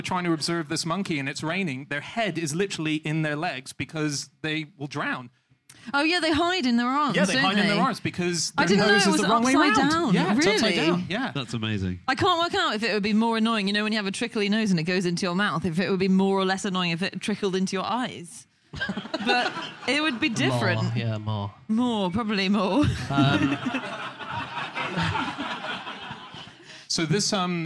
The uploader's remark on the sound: Live from Up The Creek in Greenwich.